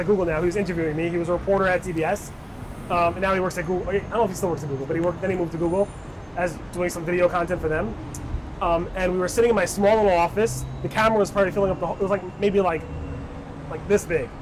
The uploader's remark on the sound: We did it overlooking the George Washington Bridge, from the Fort Lee Historic Park, looking out on New York City. The funny thing is while we were talking about, other vloggers were doing some recording at the same time.